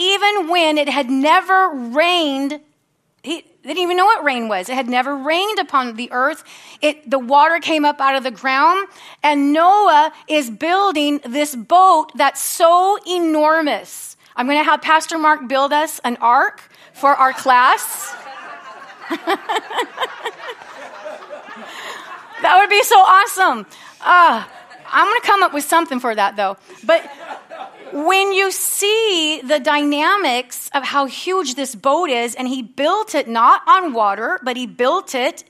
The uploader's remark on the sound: from the Sunday service on September 17, 2023 at Harvest Bible Church in Stockton, California